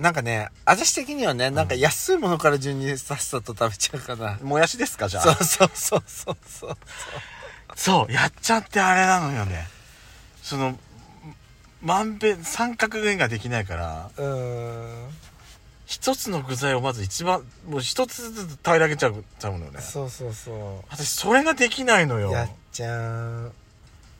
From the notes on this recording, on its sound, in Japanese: パーキング収録